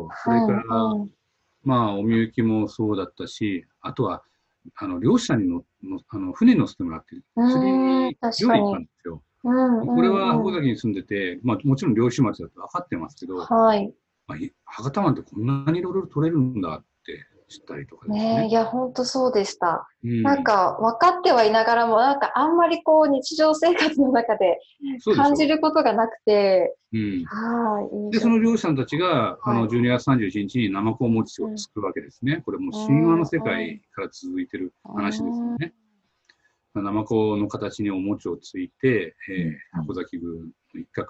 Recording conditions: video call